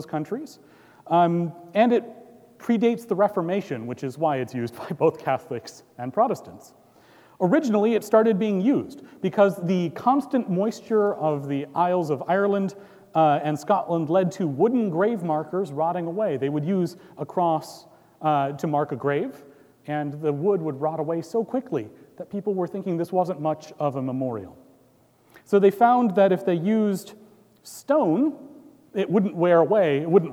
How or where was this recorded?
large echoing room